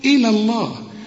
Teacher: هنقول إلى الله وكأن الياء غير موجودة